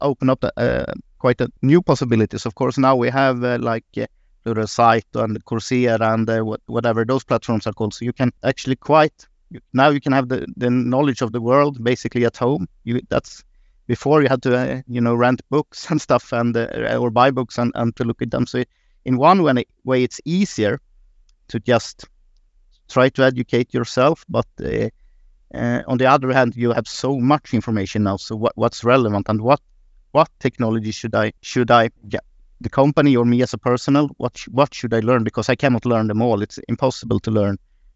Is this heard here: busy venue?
no